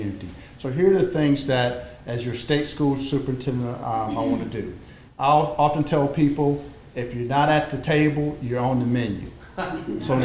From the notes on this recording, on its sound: Each gave brief speeches and answered questions from the audience. Stump speech and Q&A.